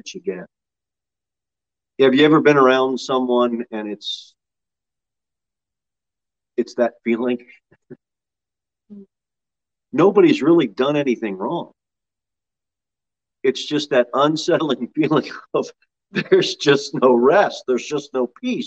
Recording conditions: large echoing room